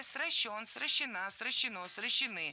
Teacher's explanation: Корень – безударный, а ударение ставим за корнем. Где есть не нулевое окончание, то на окончание.